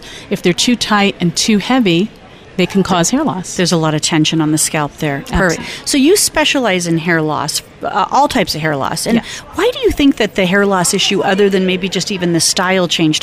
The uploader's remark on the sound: Live at Aesthetic Everything Show in Scottsdale, AZ